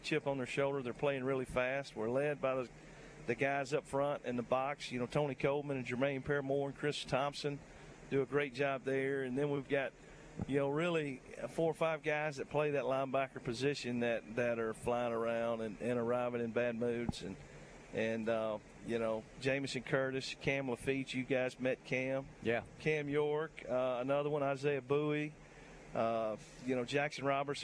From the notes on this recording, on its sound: LIVE from the campus of Saraland!